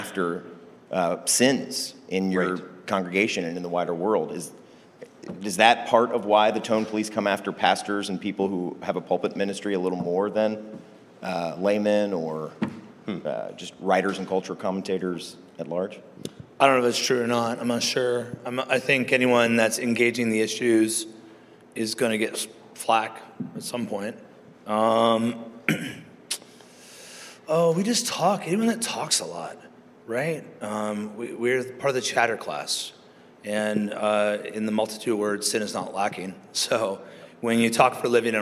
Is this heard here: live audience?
yes